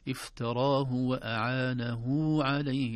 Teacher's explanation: أعانه كأنها هاء وبعدها واو، هذه يسمونها هاء الصلة